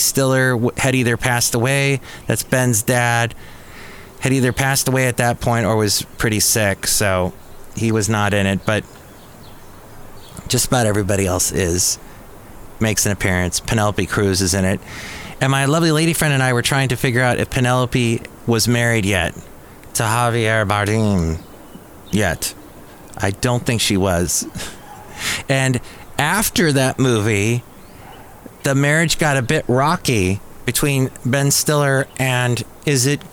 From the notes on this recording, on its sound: podcasts live from Café Anyway